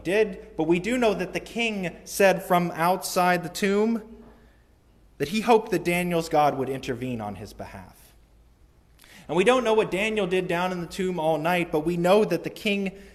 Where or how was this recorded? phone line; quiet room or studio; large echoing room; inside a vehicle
large echoing room